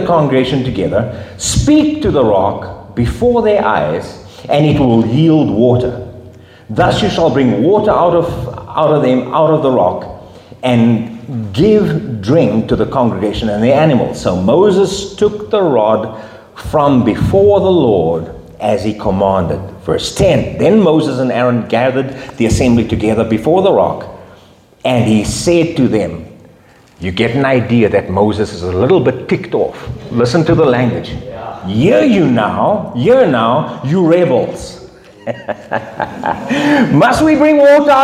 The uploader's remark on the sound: Men’s Breakfast Meeting. From Rhema Bible Church North, delivered to our men during their breakfast fellowship.